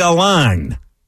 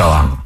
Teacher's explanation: The correct pronunciation is the French NH. It's in the nose. It's not like saying ain ending like Dane or Rain. · Shown in: second take · It's on. It rhymes with batter cat, but with a slight nasal sound.